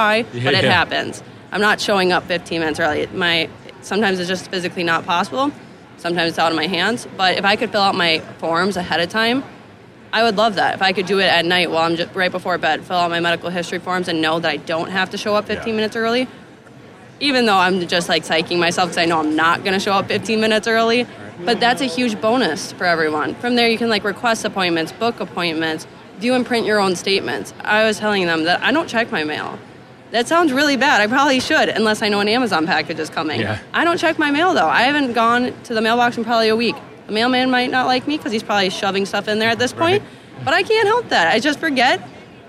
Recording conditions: busy venue